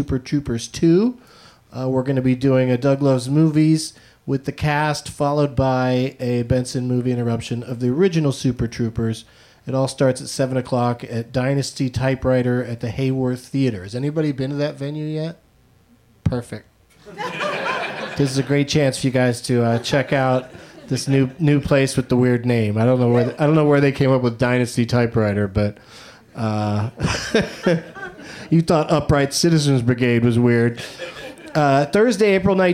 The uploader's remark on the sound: Live from the UCB Franklin